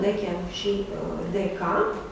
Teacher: C, care este velara, bine păstrată și în latină și în greacă · Acum ne interesează inițiala, este dentala sonoră D, o vedem foarte bine în latină, decem și deca, în greacă, deca.